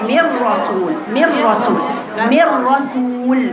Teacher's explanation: ادغام ادغام كامل بدون غنة يعني ما تقوليش مر من رسول لا بتشيل الراء وتقرأي الراء